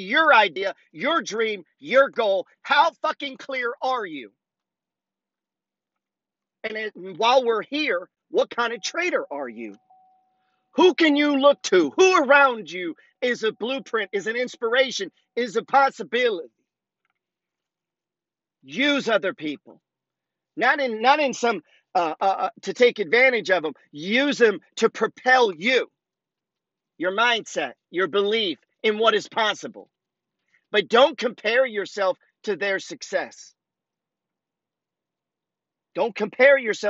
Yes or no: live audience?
no